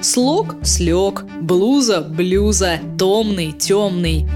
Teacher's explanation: Она состоит из слов, которые одинаковы по своему звучанию и отличаются только ударной гласной. Твердая в одном слове и мягкая в другом. · Term: абсолютная рифма